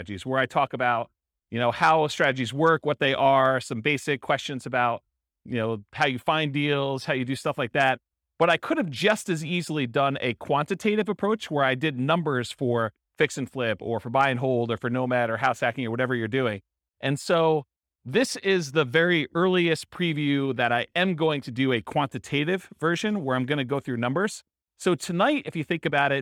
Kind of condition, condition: setting, live audience